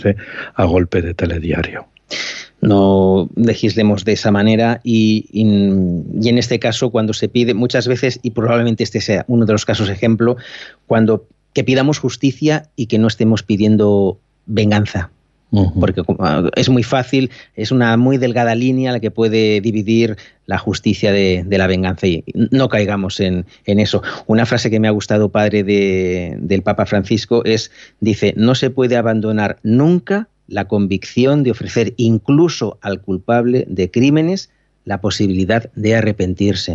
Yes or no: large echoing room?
no